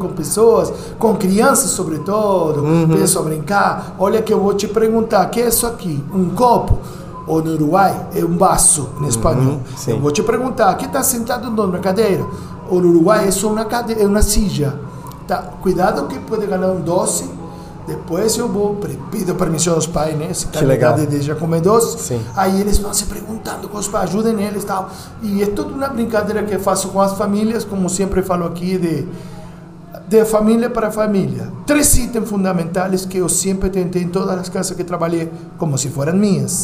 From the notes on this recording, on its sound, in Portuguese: Esse episódio foi gravado dentro do restaurante, com todos os sons e barulhos do momento, e até uma cumbia que você vai conseguir ouvir ao fundo.